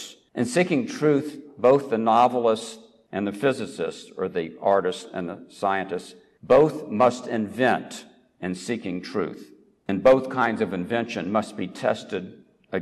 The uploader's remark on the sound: Recorded at the Dome Room at the Rotunda of the University of Virginia.